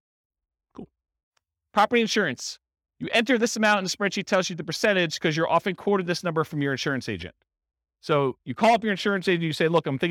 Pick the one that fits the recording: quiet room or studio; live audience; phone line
live audience